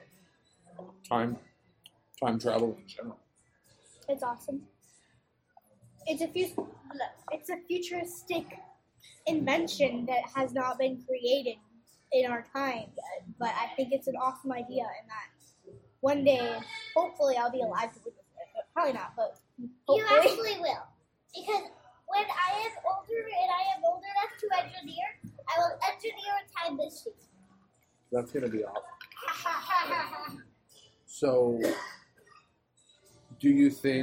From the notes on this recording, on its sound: WARNING: AUDIO QUALITY IS SUBPAR. We went on location for dinner. Over pizza and salad. Being on-location, the audio is not optimal, and even with as much as I was able to clean it up, still sounds less than clear.